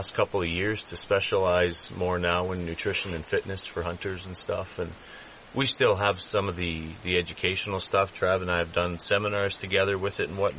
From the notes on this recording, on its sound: It’s a live podcast from elk hunting camp in Alberta Canada.